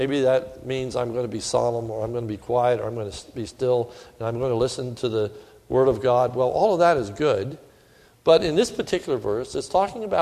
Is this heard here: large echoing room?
yes